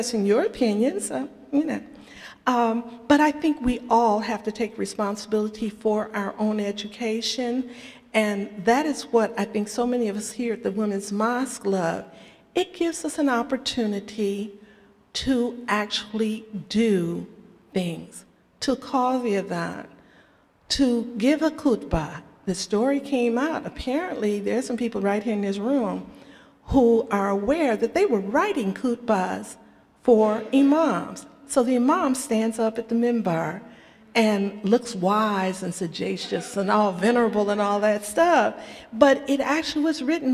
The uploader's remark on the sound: Q&A Discussion Circle w/the Imam. Answers questions from the congregation.